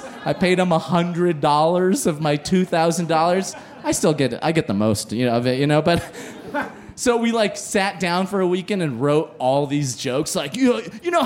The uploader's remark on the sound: As part of The Narrators’ special performance at High Plains Comedy Festival. Recorded live on 28 September 2019 at Hi-Dive in Denver.